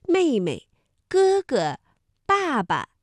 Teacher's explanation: 第二个字我们都读轻声